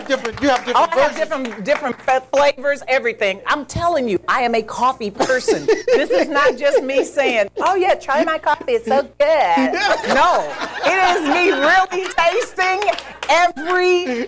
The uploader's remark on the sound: Taped in front of a live audience